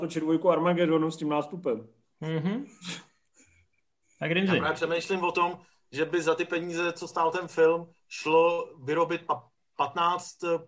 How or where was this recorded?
video call